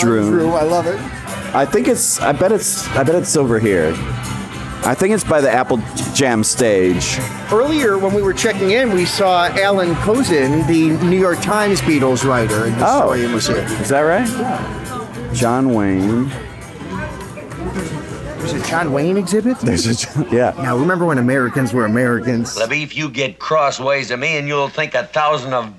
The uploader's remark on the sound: Beatlefest 2023 Part 2: Live from the Fest Floor.